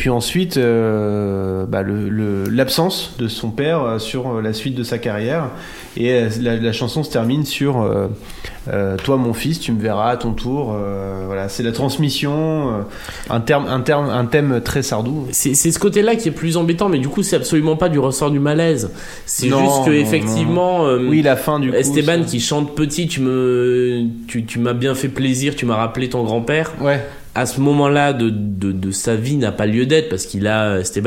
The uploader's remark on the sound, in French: Enregistré à La Petite Mercerie de Paris. Enregistré à La Petite Mercerie de Paris.